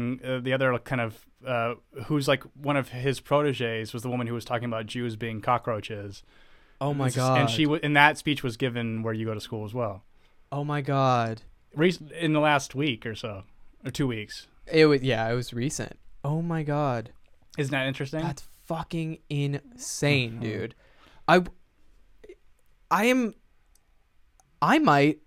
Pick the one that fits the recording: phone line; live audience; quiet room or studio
quiet room or studio